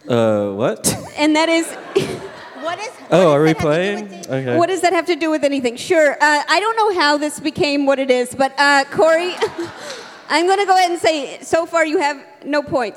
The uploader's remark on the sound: LIVE from Vulture Festival in New York City! Recorded 5/20/18